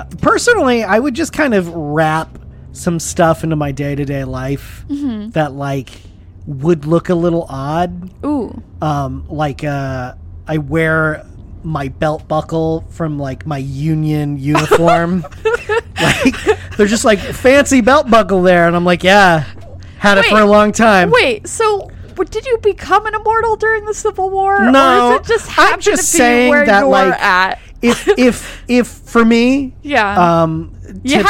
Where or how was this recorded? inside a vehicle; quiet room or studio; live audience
inside a vehicle